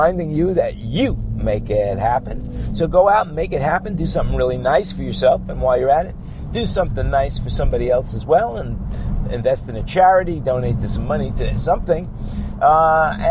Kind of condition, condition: setting, inside a vehicle